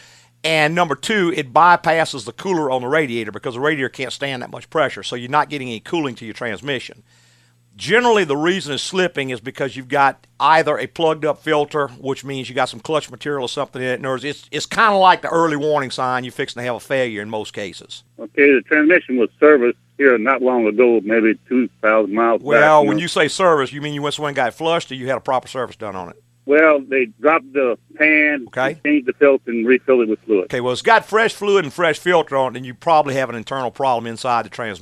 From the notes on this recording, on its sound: An encore presentation of a vintage Automotive Hour. Answer calls from listener in this pre-recorded program.